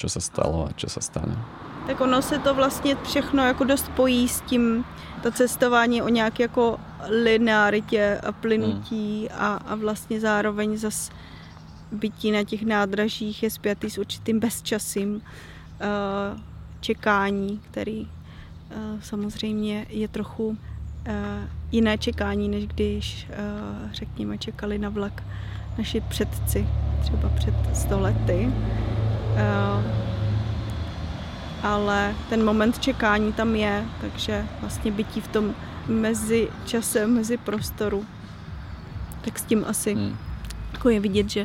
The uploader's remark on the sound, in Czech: Do této letní výletové epizody se propisuje i to, co je s cestou vlaky spojené - čekání, specifické zvuky i potkávání cizích lidí.